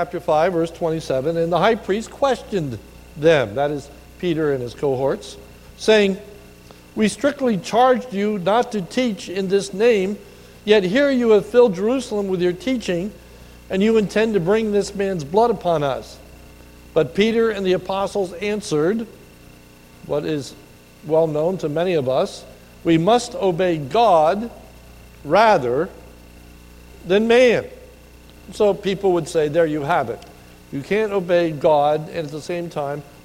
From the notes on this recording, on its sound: This is a sermon recorded at the Lebanon Bible Fellowship Church in Lebanon BFC in Lebanon, PA on 01/12/2020 during the morning service